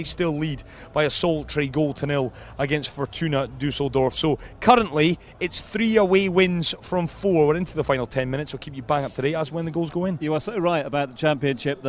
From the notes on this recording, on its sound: From the rooftop garden of Barasti.